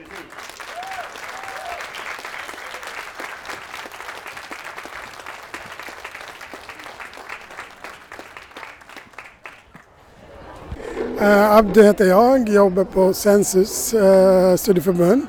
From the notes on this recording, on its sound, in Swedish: Folkbildningspodden ställer sex frågor till sex verksamma folkbildare under 2023 års Järvavecka i Stockholm med karuseller, film och partiledartal som ljudkuliss.